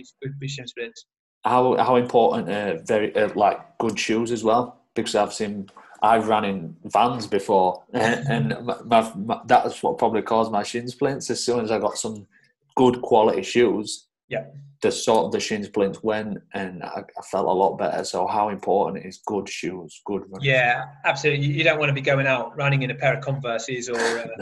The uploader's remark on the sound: This episode was recorded via Zoom